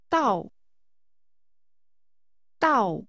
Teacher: Using a falling tone, say until.